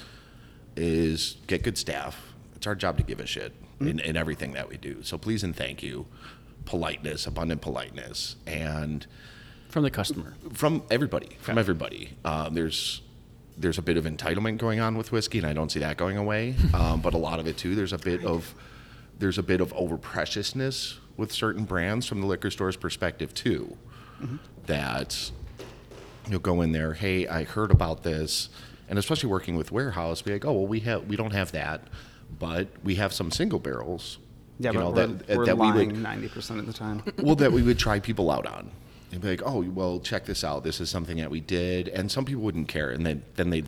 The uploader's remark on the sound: Live from Warehouse Liquors in Chicago, IL